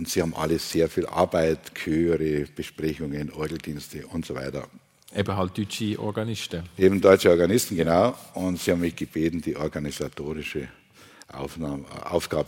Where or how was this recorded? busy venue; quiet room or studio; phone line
busy venue